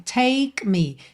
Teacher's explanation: percebe que o K fica bem sutil